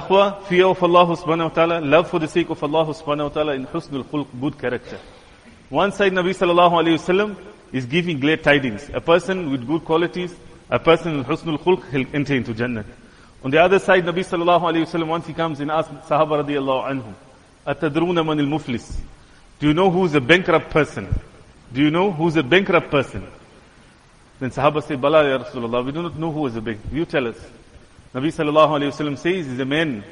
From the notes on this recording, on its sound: Jumuah lecture